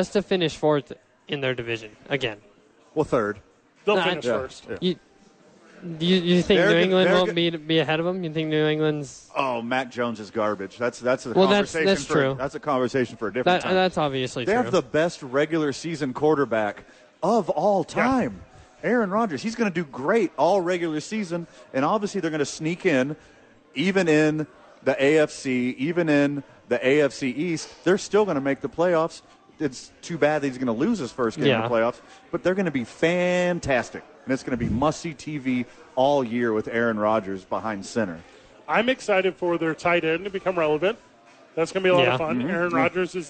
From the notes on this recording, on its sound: The bois are live from Red Door for the shortest show ever.